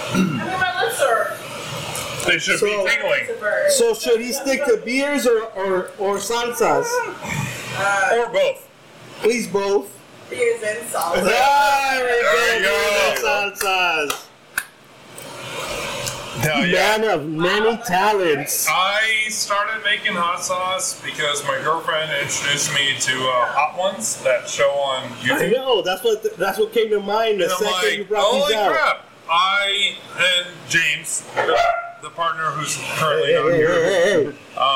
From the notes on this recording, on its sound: For the first time, we recorded a show at a brewery, Voodoo Child Brewing Company.